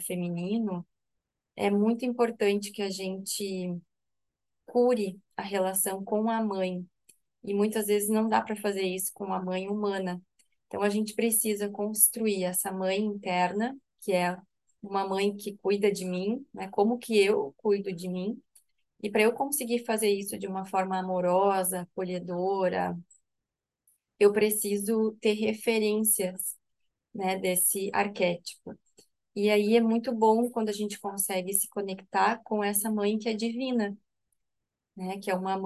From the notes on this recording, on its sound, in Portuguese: Online pelo zoom.